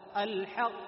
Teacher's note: صوت من دون نفس، لأن القاف من حرف الجهر